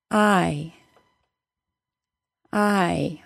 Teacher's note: my jaw closes somewhat and the body of my tongue moves upward until it is very close to my tooth ridge and the hard palate. · Term: long I sound